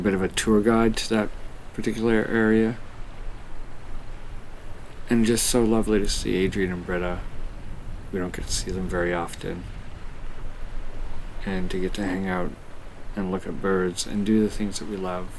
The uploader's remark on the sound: This episode is recording a trip down to Hawk Cliff. The structure is similar to old audiozines I used to make, describing in situ as well as voice overs to tell the story a little better and to give context to the audio.